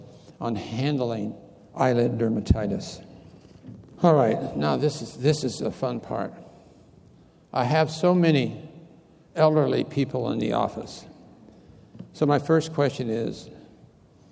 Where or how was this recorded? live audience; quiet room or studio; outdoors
live audience